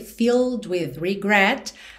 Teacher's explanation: esse E agora já não é pronunciado. Então do L você vai direto pro D